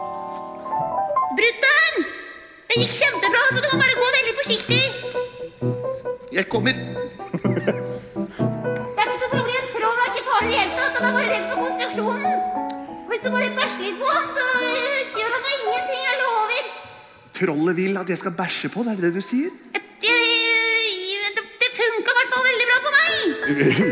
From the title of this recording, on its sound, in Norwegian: Live fra Kampen Kirke